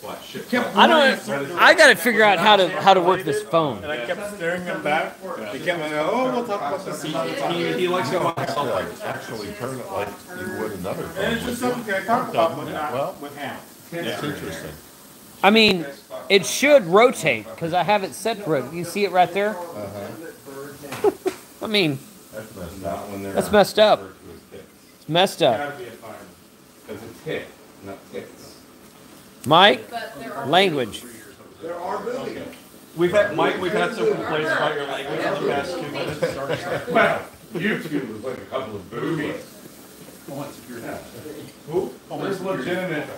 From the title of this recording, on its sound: LIVE! from the After Field Day Event!